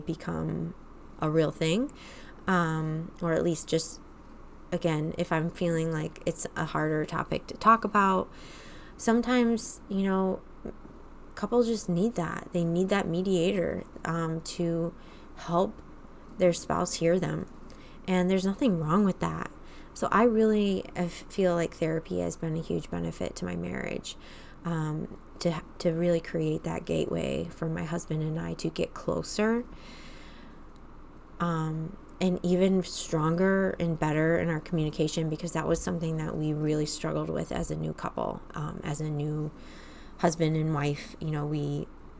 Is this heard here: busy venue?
no